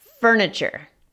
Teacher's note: Esa T suena más cerca a una CH